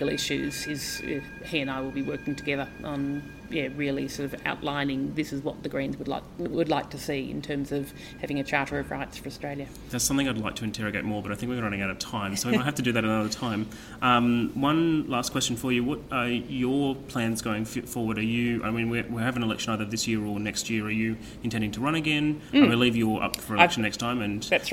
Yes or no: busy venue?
yes